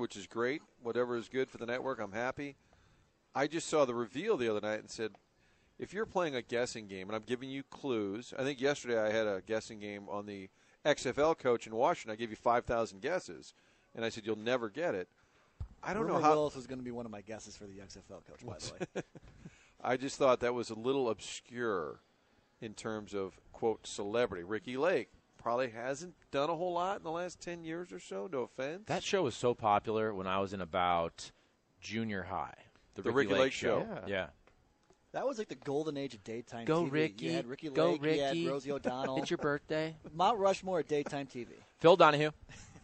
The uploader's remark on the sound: Broadcasting live from Schnucks off S. Lindbergh.